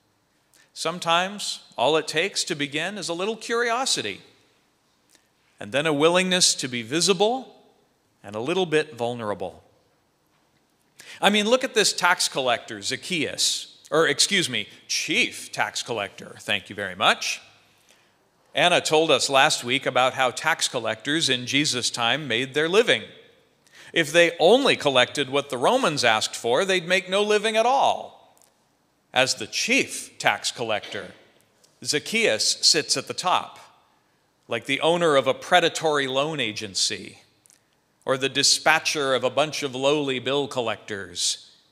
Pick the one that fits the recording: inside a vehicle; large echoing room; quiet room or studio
large echoing room